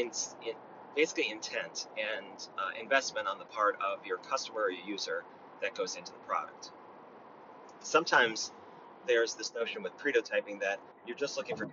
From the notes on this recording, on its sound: I thought it might be fun to record an episode in my Tesla while I was running some errands. I don’t know if the audio quality is going to be enough.